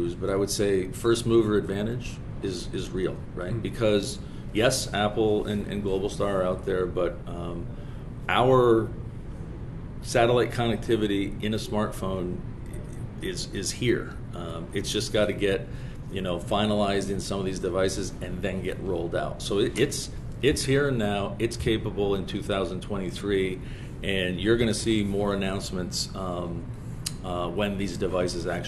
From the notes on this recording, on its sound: At the Satellite 2023 conference in Washington, D.C.